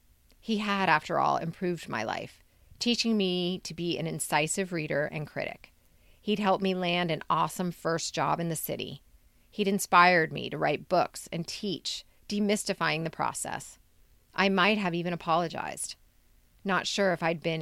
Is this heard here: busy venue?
no